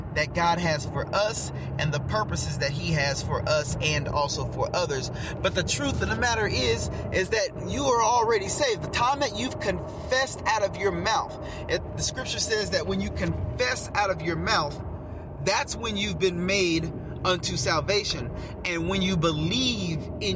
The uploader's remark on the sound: Get in the car with me and let's take a ride